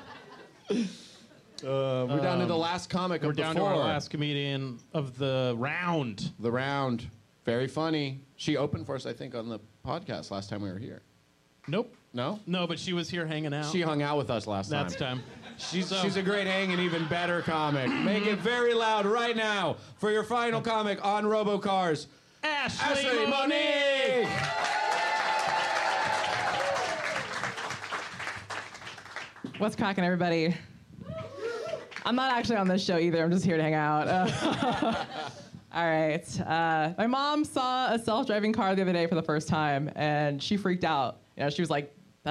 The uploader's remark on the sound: Live podcast gameshow at The Bus Stop in San Francisco!